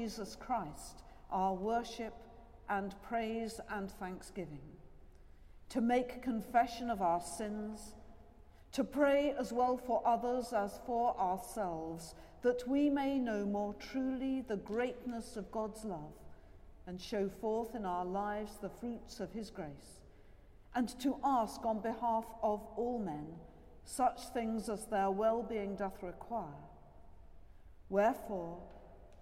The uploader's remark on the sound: Has been collated from archive live music recordings together with prayers and readings for the appointed day specially recorded in church and in people's homes.